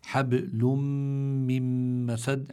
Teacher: بعده ميم التنوين اللي هو نون ساكنة لكن شو صار بها النون الساكنة أدغمت بالميم لأن الميم من حروف الإضغام والإضغام يكون مع الغنة